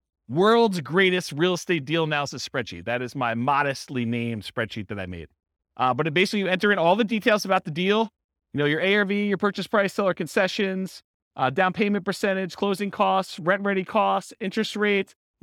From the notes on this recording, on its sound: This was a live class recorded